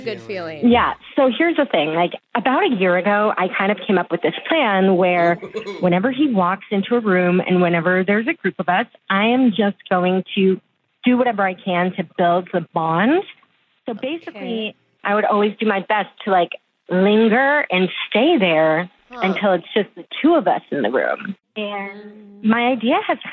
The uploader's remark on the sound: Awkward Tuesday Phone Call